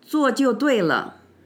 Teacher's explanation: This phrase is handily all in fourth tones except for the brief neutral at the end, so it sounds very emphatic.